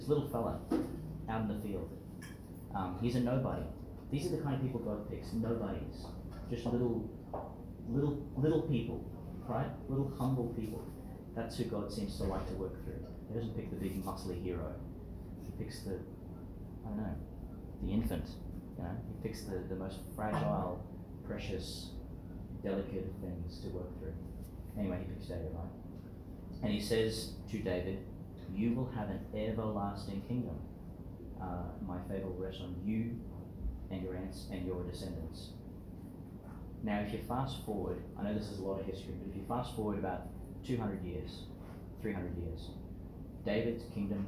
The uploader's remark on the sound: delivered in to some of the children at St John the Baptist Primary School, Gladstone, Qld.